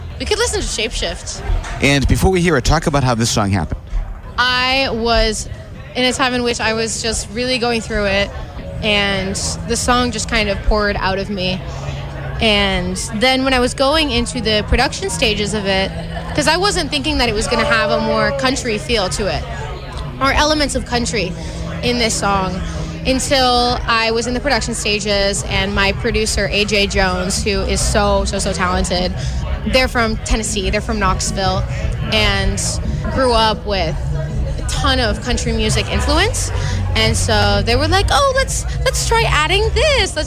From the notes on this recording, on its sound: Boston Calling Local Music Recap. WATD had the chance to catch up with many of them back stage at this years festival.